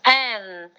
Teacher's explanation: 它是也是鼻音，但是它不闭着嘴巴